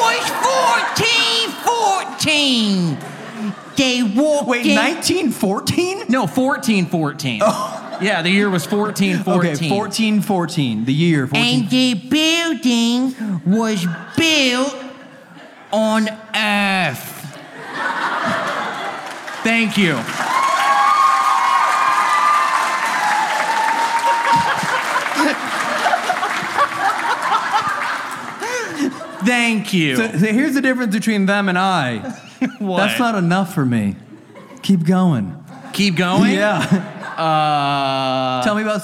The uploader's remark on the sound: This episode was filmed in front of a live audience at the haunted Galleries of Justice in Nottingham, UK on October 22, 2022.